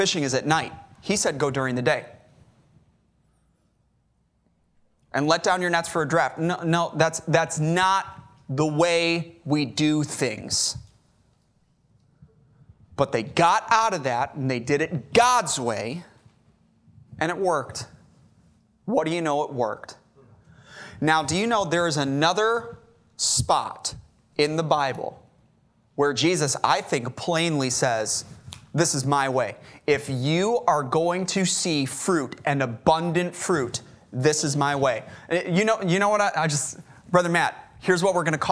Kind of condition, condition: setting, large echoing room